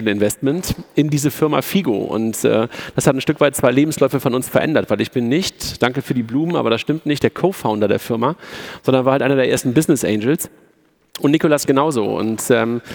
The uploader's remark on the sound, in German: Live-Podcast von der Digital Banking Conference 2018 des bitkom